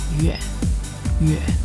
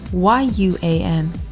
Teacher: So a low sustaining tone, guys, third tone. Y-U-A-N, third tone.